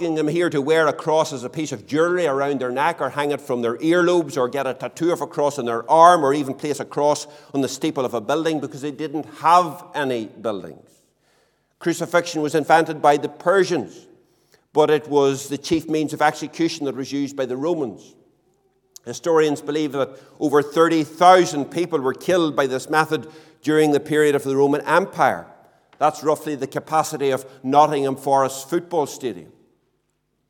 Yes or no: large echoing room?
yes